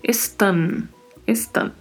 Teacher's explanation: Esse N é pronunciado colocando a língua entre os dentes.